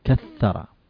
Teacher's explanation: ثم كث ثم را فيقول كثر، ما يقول كثر لا كثر، حرف واحد كثر لكن مشدد بمقدار حركتين